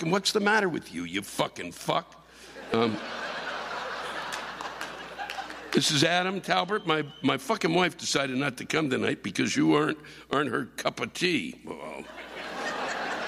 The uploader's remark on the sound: The live rants come from one of the classic Vaudeville venues in America, the Coronado Theater in Rockford, IL.